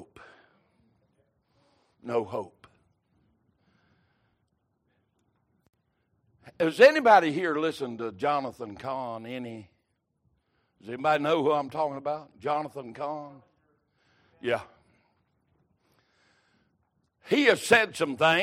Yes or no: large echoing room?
yes